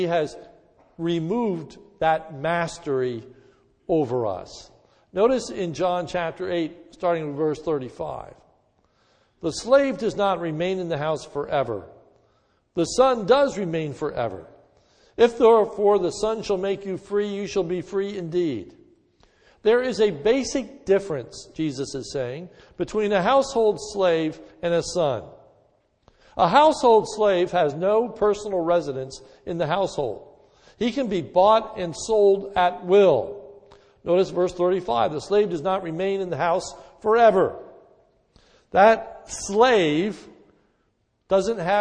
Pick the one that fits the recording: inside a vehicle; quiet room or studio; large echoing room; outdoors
large echoing room